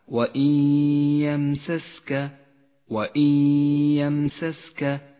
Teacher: قف الآن مع الصفحة القرآنية التي بين أيدينا، نجري عليها تطبيقات الأحكام، ونبدأ بالإدغام بغنة في مطلع هذه الصفحة عند قوله تعالى: وإن يمسسك، النون الساكنة وبعدها حرف الياء، تدغم النون بالياء فتسقط النون من اللفظ، ونقف بغنة على حرف الياء زمنها حركتان. النون رمادية اللون إشارة إلى أنها لا تلفظ، والياء خضراء اللون إشارة إلى احتياجها إلى غنة زمنها حركتان.